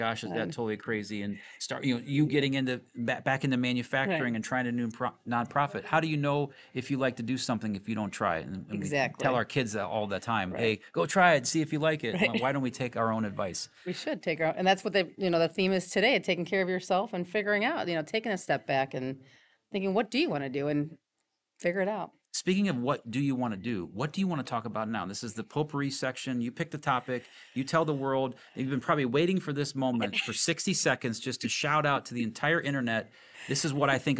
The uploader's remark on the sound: HR Like a Boss LIVE from NOHRC 2023. We had the privilege of taking our show on the road and interviewing people LIVE at NOHRC 2023!